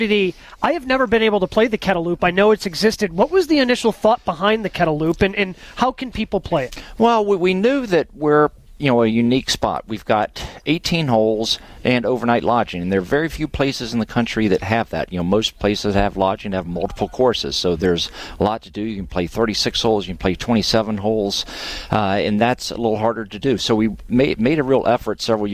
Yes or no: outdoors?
yes